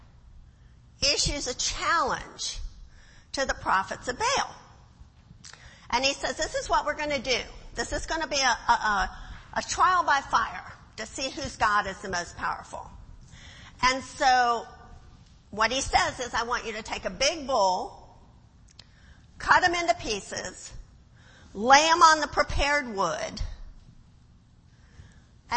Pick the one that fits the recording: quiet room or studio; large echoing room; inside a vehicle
large echoing room